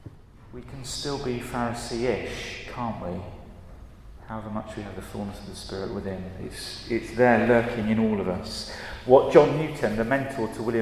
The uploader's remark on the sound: At a Christians in Parliament Chapel St Mary's Undercroft on 21st November 2023.